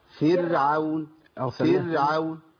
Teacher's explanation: احنا عندنا راء مرققه على طول في كلمه فرعون